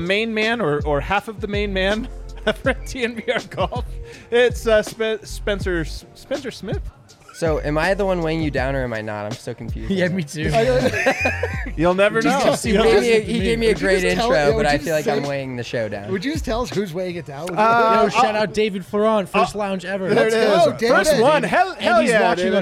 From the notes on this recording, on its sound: The guys are live from the DNVR Bar to break down the game.